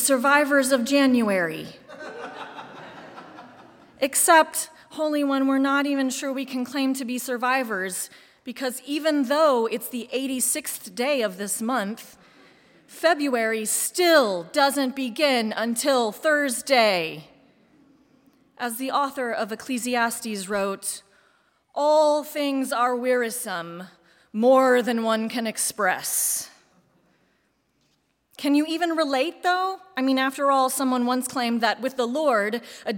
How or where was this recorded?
large echoing room